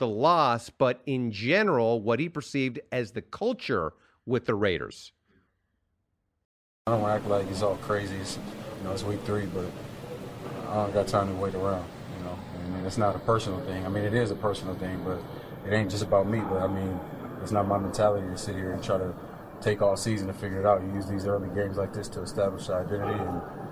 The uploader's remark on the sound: Live from the podcast lounge!